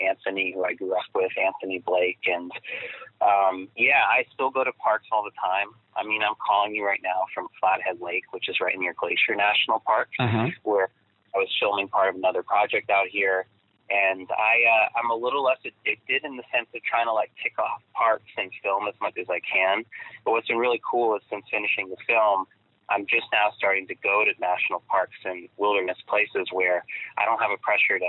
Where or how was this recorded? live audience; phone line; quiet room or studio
phone line